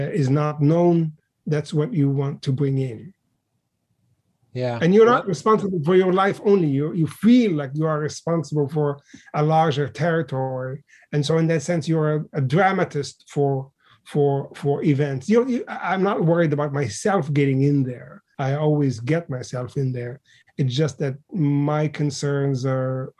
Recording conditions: video call